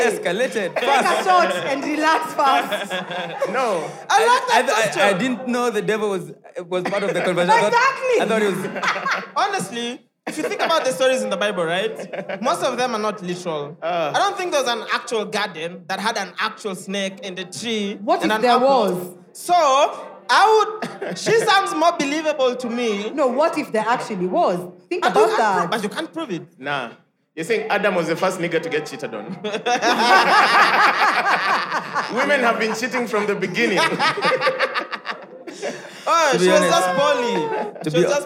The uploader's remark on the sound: Live audience recording. Take on questions from the audience.